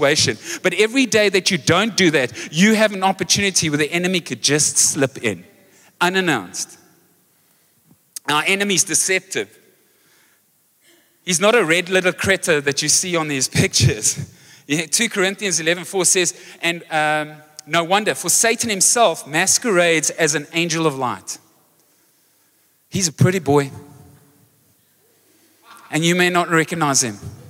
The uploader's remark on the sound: Recorded live on Sunday the 1st October 2023.